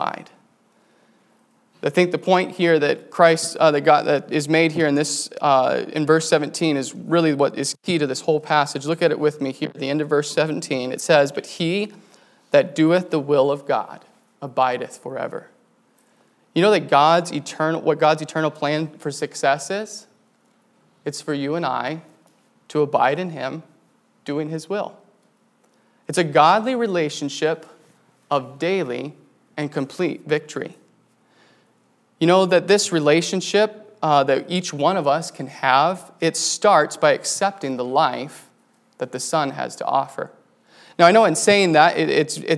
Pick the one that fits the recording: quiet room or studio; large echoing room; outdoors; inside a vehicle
large echoing room